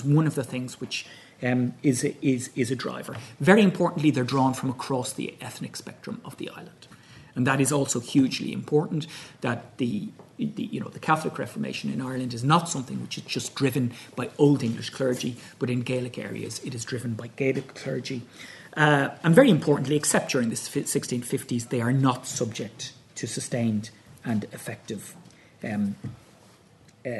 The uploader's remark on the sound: at the 2022 Tudor and Stuart Ireland Conference